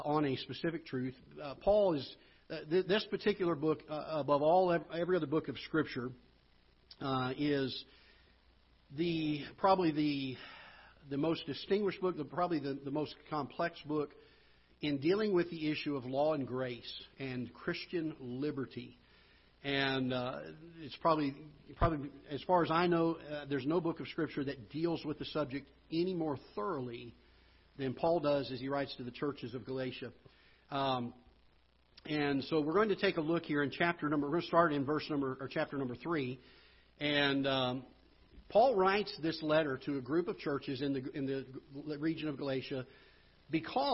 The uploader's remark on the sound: Ketha Heights Baptist Church ~ Live Broadcast